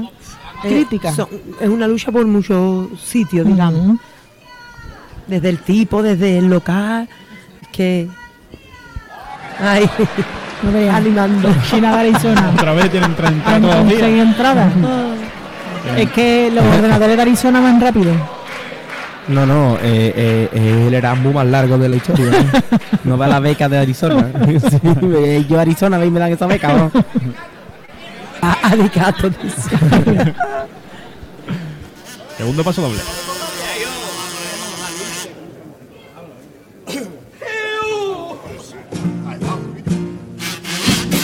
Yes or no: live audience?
yes